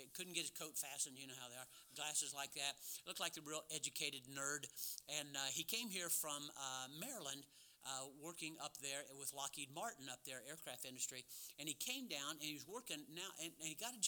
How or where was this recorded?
large echoing room